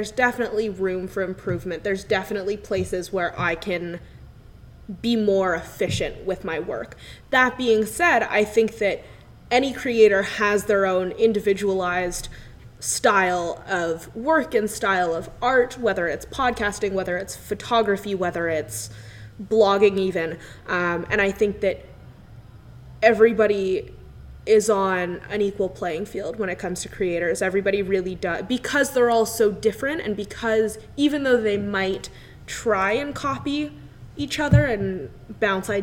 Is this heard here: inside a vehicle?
no